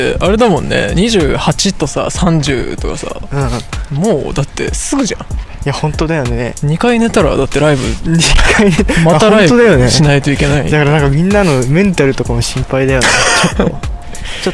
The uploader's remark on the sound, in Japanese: 深夜に歩きながら収録